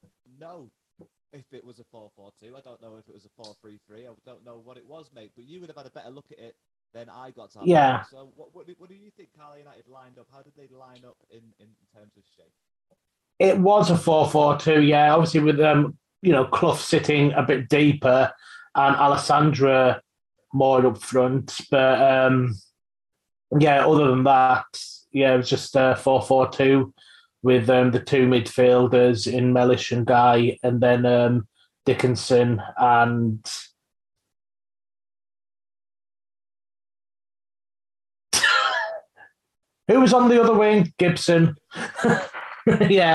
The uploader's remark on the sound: Sorry about the audio this week if you know me you know I can normally produce a decent sounding pod but my mic died.